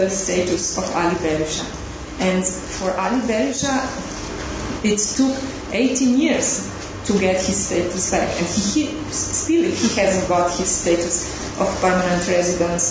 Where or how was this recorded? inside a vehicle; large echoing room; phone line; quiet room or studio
large echoing room